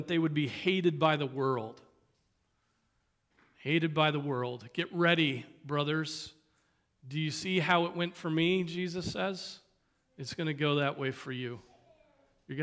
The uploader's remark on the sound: Preached on March 26, 2023 at Trinity Presbyterian Church (Evangel Presbytery) in Spartanburg, SC.